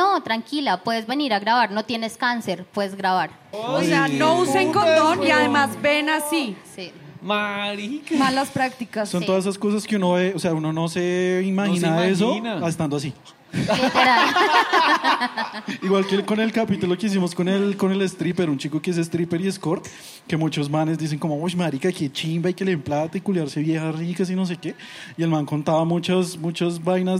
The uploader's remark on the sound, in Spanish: Sexpedientes en vivo en Lula Shots.